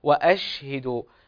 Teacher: الشين هنا ليست من حروف القلقلة، فأظهر فيها التسكين، وأشهدوا. ومن الخطأ أن نقول وأشهدوا، أو يعني يجد الإنسان فيها شيئا قليلا من القلقلة، فهي ليست من حروف القلقلة.